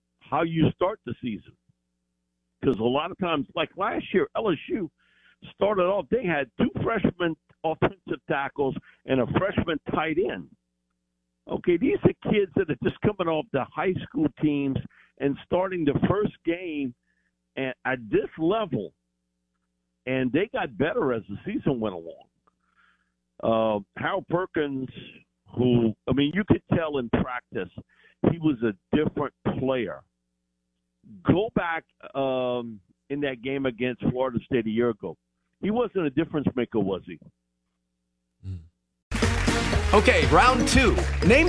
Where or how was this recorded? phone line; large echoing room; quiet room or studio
phone line